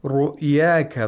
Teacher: the ra has tafkhim because it has a dhamma. You have to pronounce it with thickness. Thickness, with velarization. You have to velarize the ra.